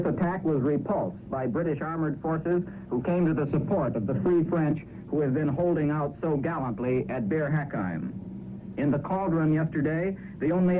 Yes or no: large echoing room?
no